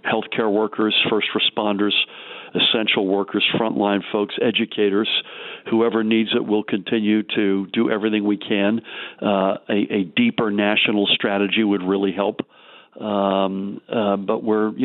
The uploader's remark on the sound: called in to KYW Newsradio